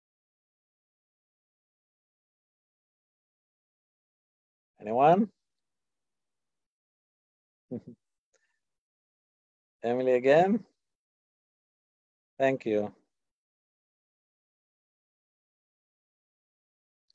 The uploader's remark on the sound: In this online class. This audio was originally captured from Zoom.